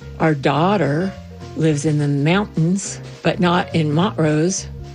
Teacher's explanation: Coloradoans don't pronounce T's in the middle of words.